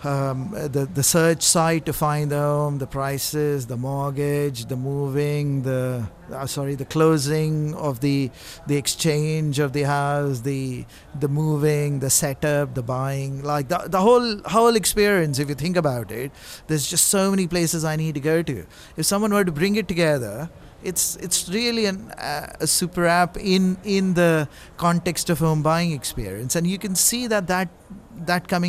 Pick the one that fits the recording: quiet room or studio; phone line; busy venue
busy venue